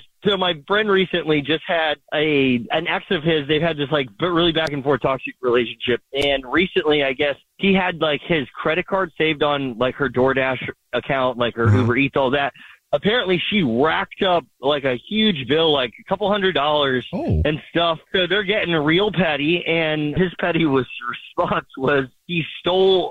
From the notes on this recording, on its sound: There is someone on the phone for this Dirty Little Secret.